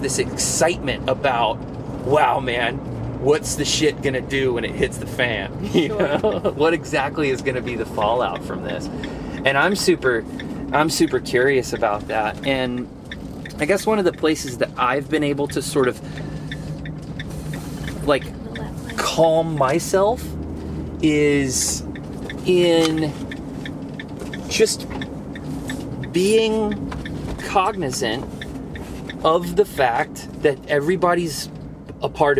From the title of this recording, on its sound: from the van